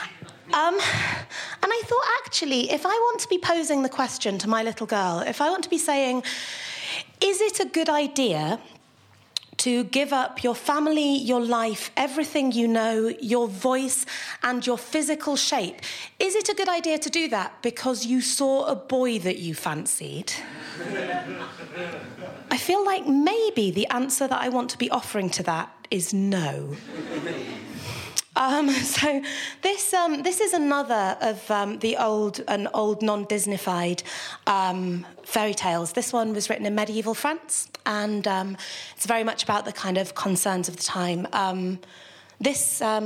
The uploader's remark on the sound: recorded at our Stand Up Tragedy night that took place at The Dogstar on March 28th